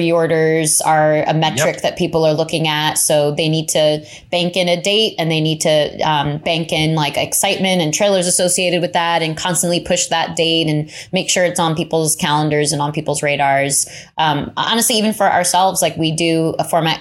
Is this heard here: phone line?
no